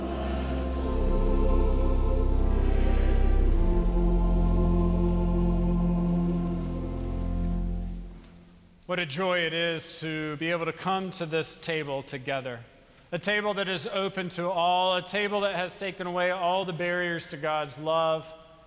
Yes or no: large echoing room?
yes